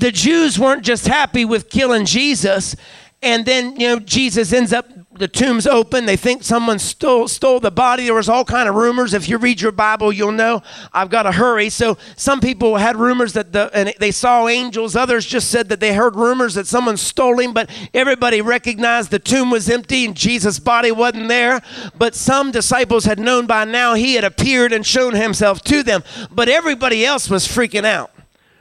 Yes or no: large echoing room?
yes